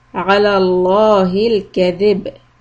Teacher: Stop on the letter ب with قلقلة